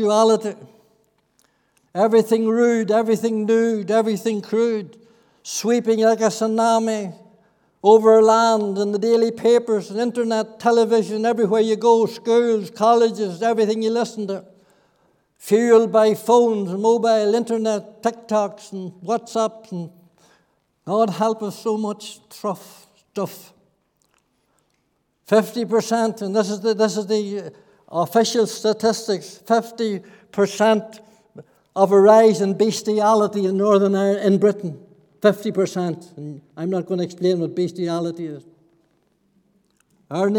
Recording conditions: large echoing room